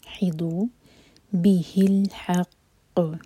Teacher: قاف پر اسٹرانگ قلقلہ ہوگا